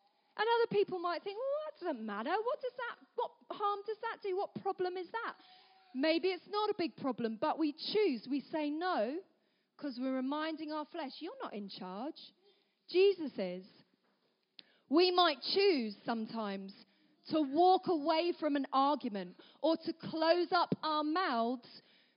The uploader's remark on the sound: At our 3t family gathering.